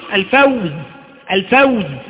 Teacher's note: وقفت على كلمة الفوز، واو ساكنة قبلها مفتوح ووقفت على ازاي بالتسكين، فهذا نسميه لين عارض للسكون.